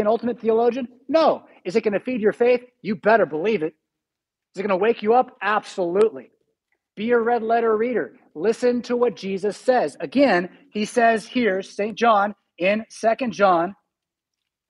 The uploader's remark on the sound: Preached at St Paul Lutheran Church , Rockford, Illinois on February 6, 2022.